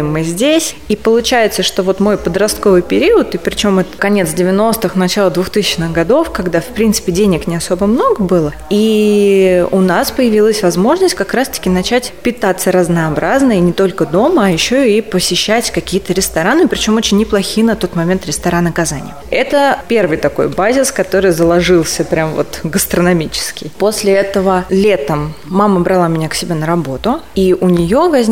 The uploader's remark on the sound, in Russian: Записанный на Chefs Team Fest. Москва.